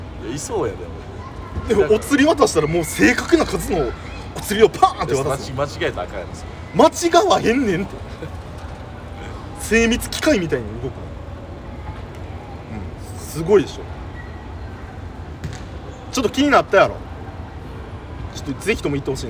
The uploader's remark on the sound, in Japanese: 公園で蚊と戦いながら収録しました